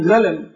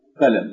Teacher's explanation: بعض السودانيين ينطقون بالقاف بالغين فيقولون غلم بدل ما يقولوا قلم، يعني يغيرون القاف إلى الغين · Shown in: first take · وهذا حرف الغين وليس حرف القاف، وحرف الغين معلوم المخرج.